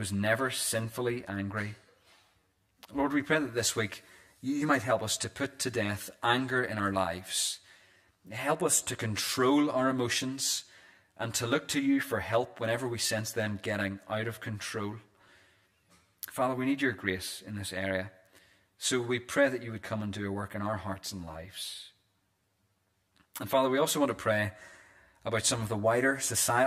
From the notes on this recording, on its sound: This is the recording of the Bible reading and sermon from our evening service on Sunday 21st January 2024.